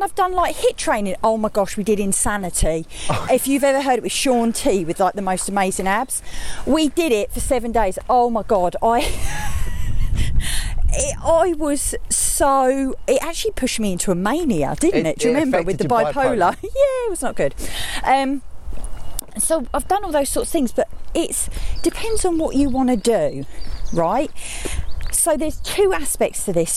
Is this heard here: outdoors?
yes